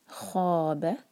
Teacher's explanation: خا جو ہے ہیوی لیٹر ہے، منہ بھر کر پڑھیں گے. خواب با ایک حرکہ اور لائٹ.